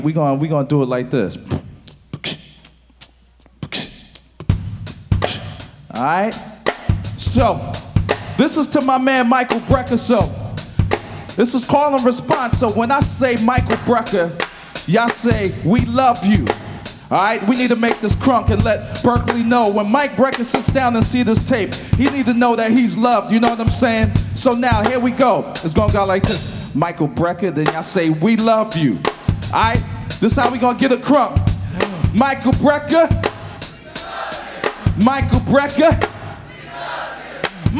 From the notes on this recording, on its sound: Milestones Concert at Berklee. Hosted a concert and awards ceremony entitled Milestones at the Berklee Performance Center in Boston.